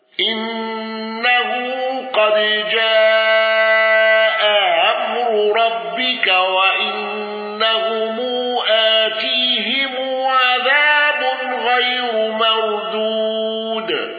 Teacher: الأصبهاني بتسهيل الهمز الثانية وقصر الصلة.